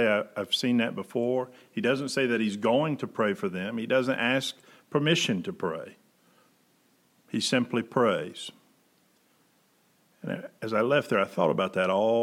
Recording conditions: large echoing room